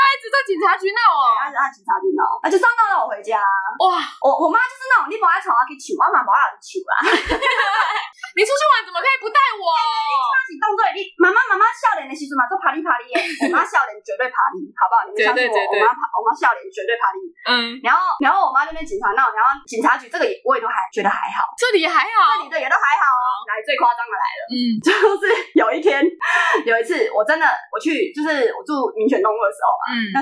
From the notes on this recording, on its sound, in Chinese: 本集音質不好